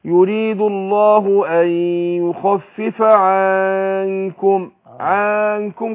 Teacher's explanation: يريد الله أن يخفف عنكم عنكم كده حط ألف بعد العين زاد حرف لأنه بالغ في الحركة الفتح بتاعت العين فإيه انقلبت ألف